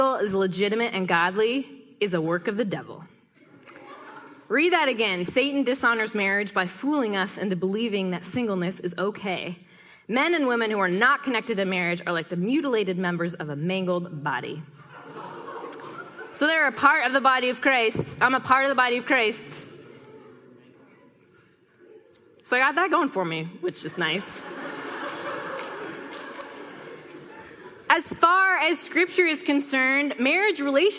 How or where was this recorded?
live audience